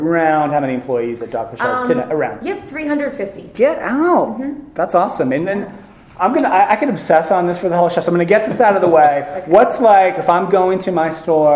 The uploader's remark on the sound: Live from Talent Space 2017